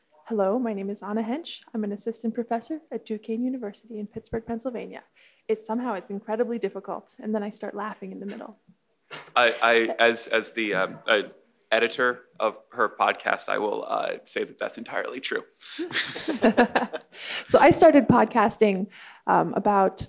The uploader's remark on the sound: Hosted at the 2017 Joint Mathematics Meetings in Atlanta. Hosted at the 2017 Joint Mathematics Meetings in Atlanta. Many thanks to the MAA, AMS, and Atlanta for the JMM where this panel was taped and to all the math loving people who came out to see it in person.